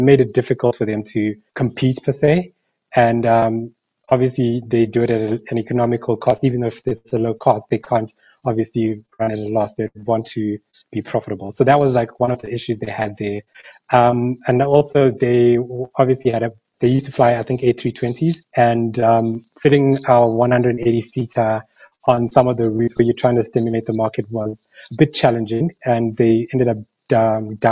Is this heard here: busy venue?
no